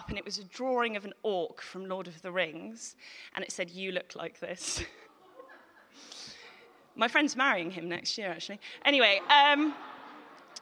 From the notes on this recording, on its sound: Recorded at The Tabernacle on March 2018.